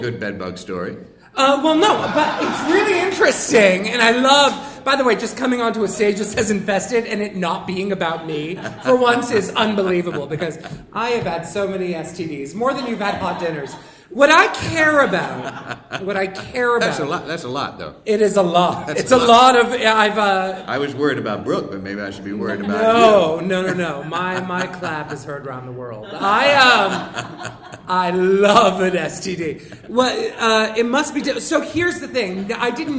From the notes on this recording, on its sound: special live episode